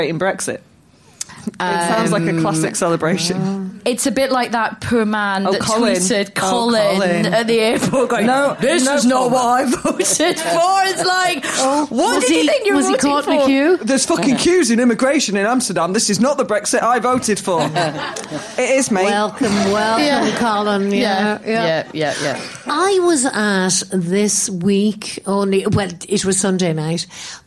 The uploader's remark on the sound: We recorded this in front of a live audience at King’s Place in London.